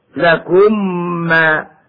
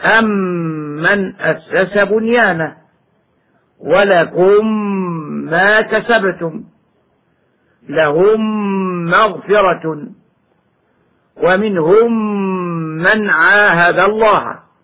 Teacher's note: أدغمت الميم الساكنة في الميم الأخرى المتحركة وصارت ميما واحدة مشددة. ومعلوم أن الميم متى شددت وجبت الغنة فيها بمقدار حركتين، سواء كانت الميم أصلية أم كانت بسبب الإدغام، كما ننطق بالميم الأصلية وميم الجمع هكذا. · Term: إدغاما صغيرا